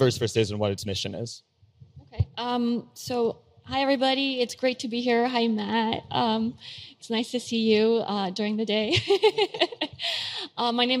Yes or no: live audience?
yes